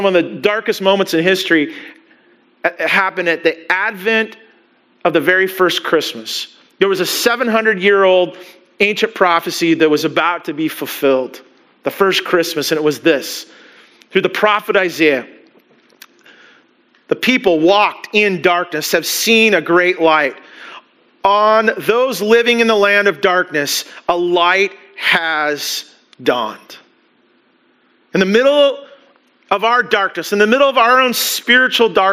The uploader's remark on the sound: Christmas Eve Service (Audio)